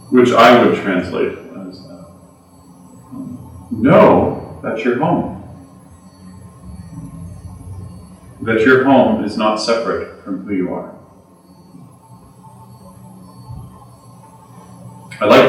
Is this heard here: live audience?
yes